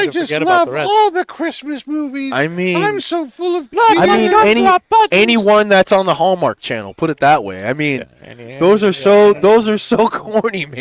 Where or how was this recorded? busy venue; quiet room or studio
busy venue